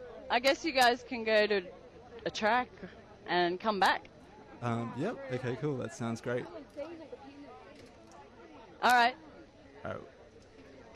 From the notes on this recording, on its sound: Live reporting from the March 13 rally against the proposed forced closure of remote Indigenous communities in WA. Includes interviews, speechs, and some general recording of the protest.